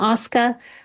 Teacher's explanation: we heard the R dropping, the non-roticity, right?